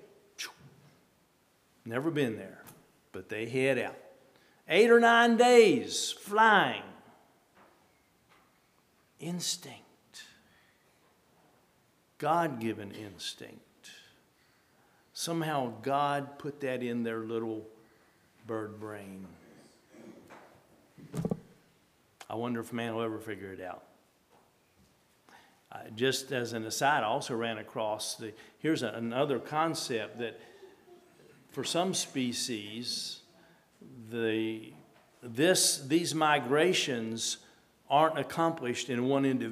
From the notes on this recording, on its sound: at Hephzibah Mennonite Church on April 23, 2023